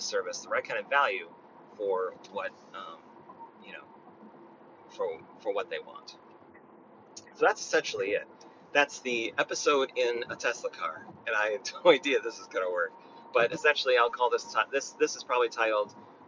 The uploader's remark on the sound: I thought it might be fun to record an episode in my Tesla while I was running some errands. I don’t know if the audio quality is going to be enough.